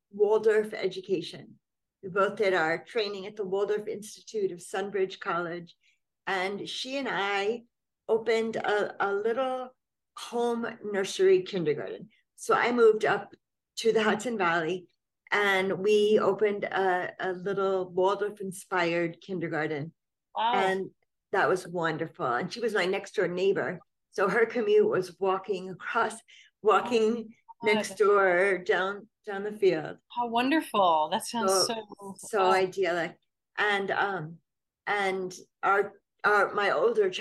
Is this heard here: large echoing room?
no